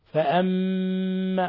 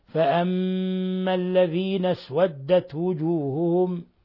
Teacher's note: ولاحظوا إطباق الشفتين ولاحظوا الغنة من الخشوم · Term: ميم مشددة